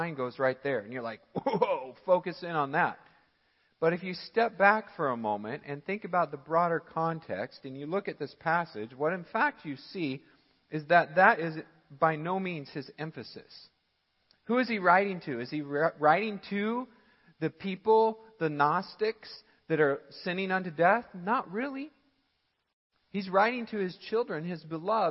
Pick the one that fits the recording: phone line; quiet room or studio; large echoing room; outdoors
large echoing room